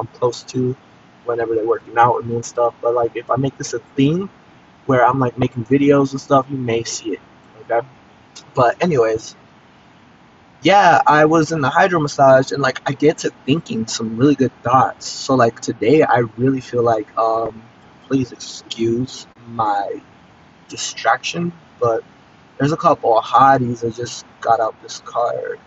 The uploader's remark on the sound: it can sound better and be annoying 2 hear